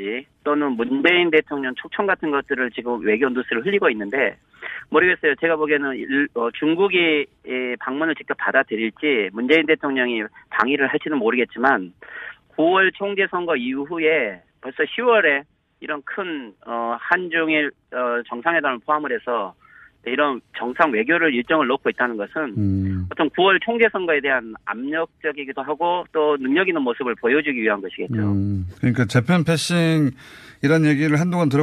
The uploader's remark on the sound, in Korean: 전화연결